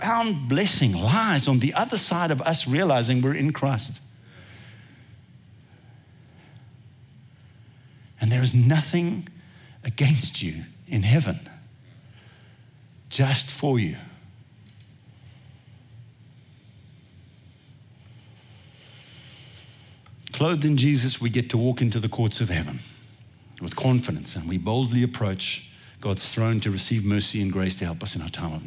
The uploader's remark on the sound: recorded at Northlands Church on June 18, 2023